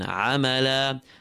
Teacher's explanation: Tanween at the end there. When stopping on it, the tanween is ignored. And we recite the alif that is written. عملا. This is a maddul iwad, a mad of substitution.